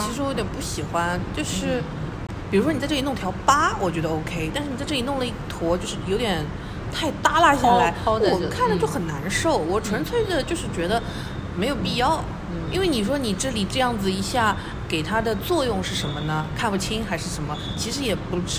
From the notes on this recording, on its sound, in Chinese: 我们在南丰城露台聊